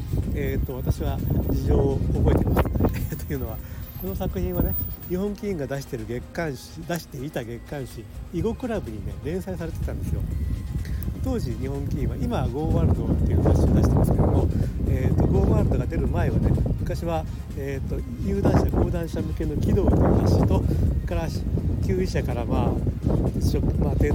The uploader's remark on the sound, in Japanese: 屋外収録で音声聞きづらくてすみません。